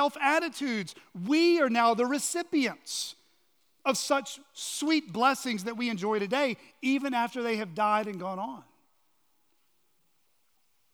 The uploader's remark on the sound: on the morning of November 19, 2023, at Chaffee Crossing Baptist Church in Barling, AR.